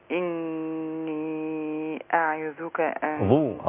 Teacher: الظاء هنا مفخمة حتى لا تقترب من الذال